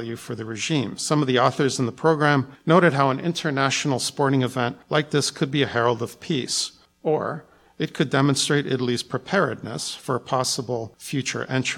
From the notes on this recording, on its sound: was recorded in front of a live studio audience